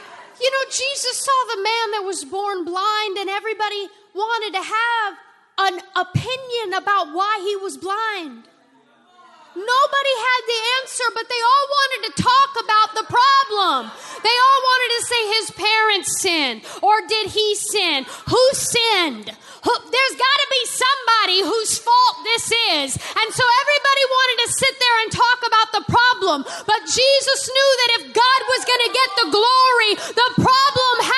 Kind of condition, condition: setting, large echoing room